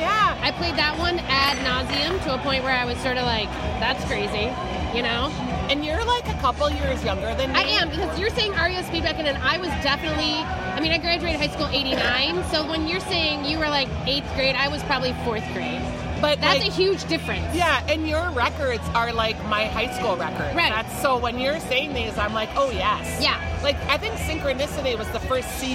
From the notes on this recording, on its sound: The ladies hang out at Surly Brewing and talk records